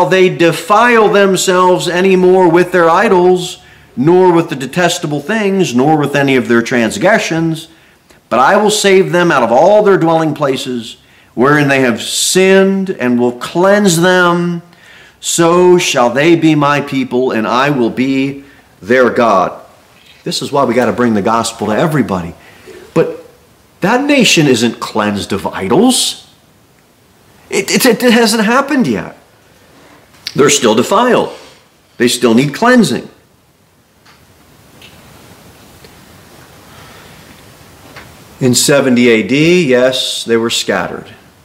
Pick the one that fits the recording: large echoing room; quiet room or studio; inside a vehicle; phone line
large echoing room